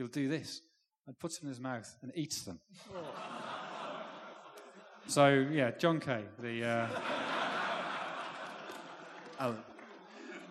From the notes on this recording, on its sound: The Blizzard Live in Edinburgh. The second half of the Blizzard's live Q&A event held at the WS Society in Edinburgh on 19th May. The panel took questions from the audience.